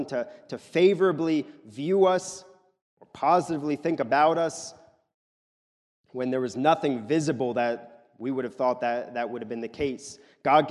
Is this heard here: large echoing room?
yes